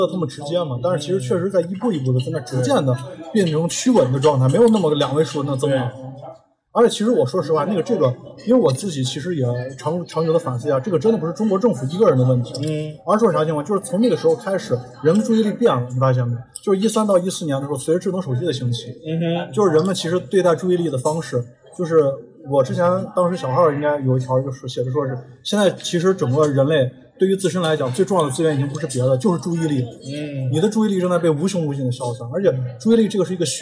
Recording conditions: busy venue